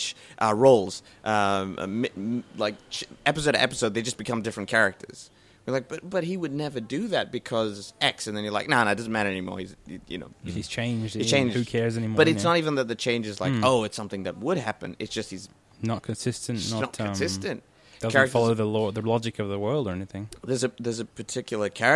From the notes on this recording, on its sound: Recorded live at the Brunswick Street Bookstore.